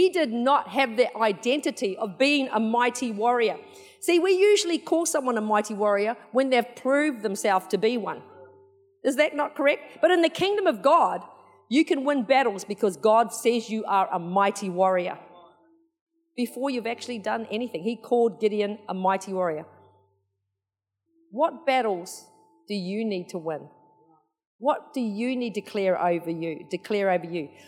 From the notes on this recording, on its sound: Recorded in the 9am service on Sunday, 2nd October 2022